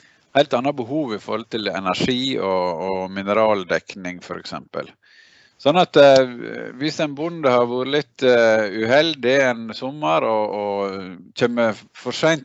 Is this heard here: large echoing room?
no